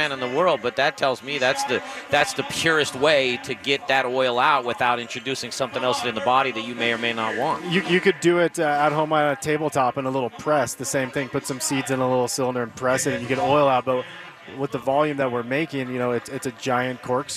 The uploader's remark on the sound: The Modern Eater Show was live at Rocker Spirits for their "Spring Whiskey Thang"! Rocker Spirits in Littleton is a neighborhood distillery with vodka, rum and of course whiskey!